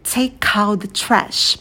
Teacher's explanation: И звук «э», звук лягушка, очень открытый. Улыбайтесь, держите оскал, роняйте челюсть вниз и быстро ставьте челюсть на место.